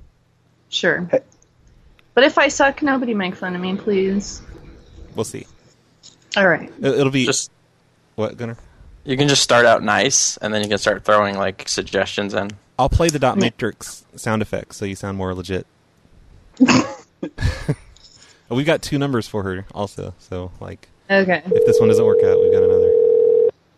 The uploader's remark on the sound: …'s Personal Prank Phone Calls Collection.